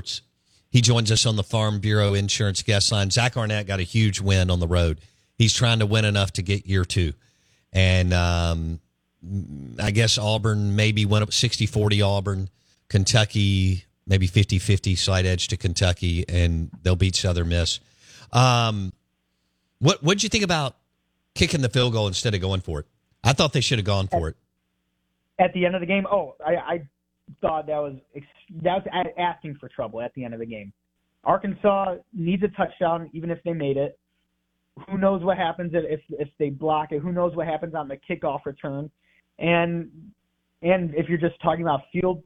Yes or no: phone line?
yes